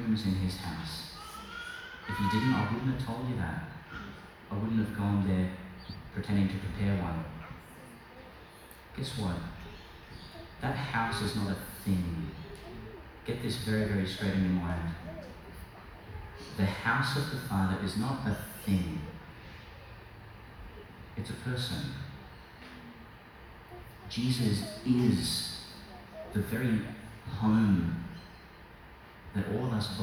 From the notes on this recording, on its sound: Delivered to the young people at Ignite Youth Summer Camp 2022, QCCC Mapleton. The first Gospel (Luke 19:28-40) before processing to the Altar is what is included in this recording, rather than the dramatised Gospel (Lk 22:14-23:56).